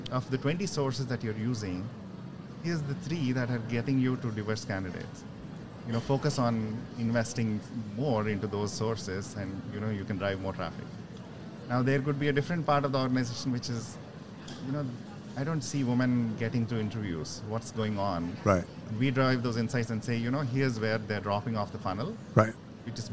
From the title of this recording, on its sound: Live from SHRM 2022